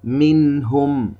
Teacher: نلاحظ كيف نلفظ كلمة منهم بدون غنة مستطالة، نخرج هذه النون الساكنة من مخرجها الصحيح، منهم. · Term: الإظهار الحلقي